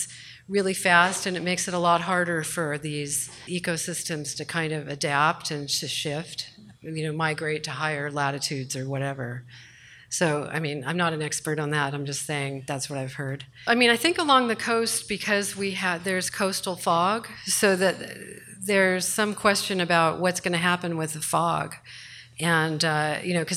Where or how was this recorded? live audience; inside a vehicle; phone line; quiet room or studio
live audience